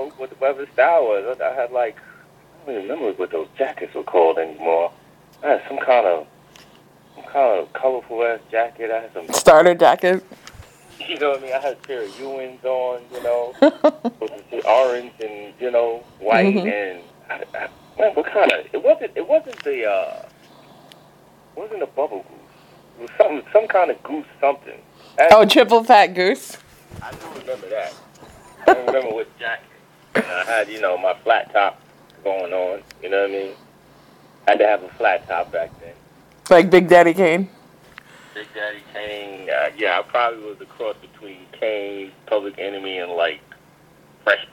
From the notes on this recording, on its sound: phone interview clip